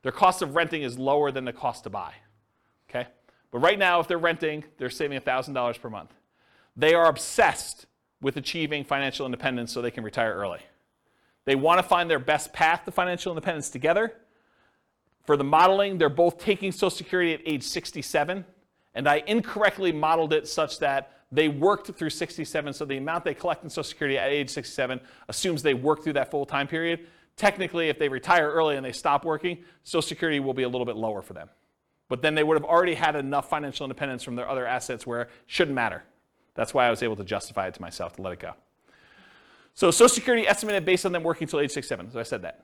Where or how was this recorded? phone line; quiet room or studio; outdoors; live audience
live audience